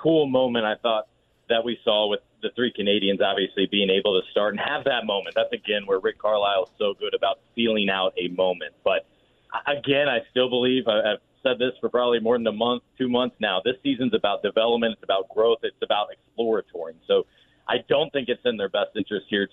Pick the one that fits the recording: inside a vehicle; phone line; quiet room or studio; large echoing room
phone line